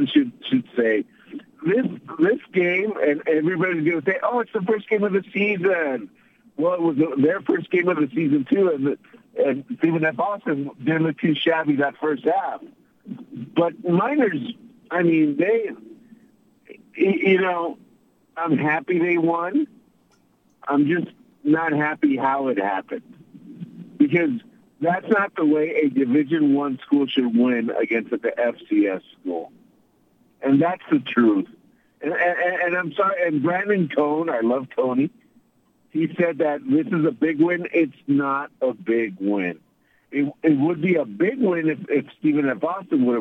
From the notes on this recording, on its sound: take phone calls from UTEP fans after the game